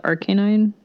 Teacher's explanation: I just call it Arcanine. So you still have the long A, but the emphasis is on the first syllable.